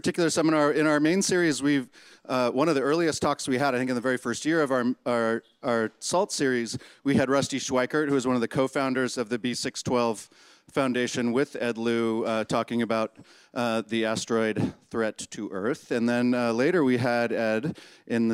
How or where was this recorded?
busy venue